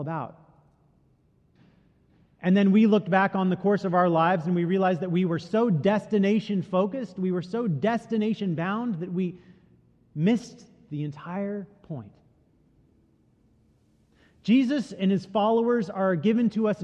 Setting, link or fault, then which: setting, large echoing room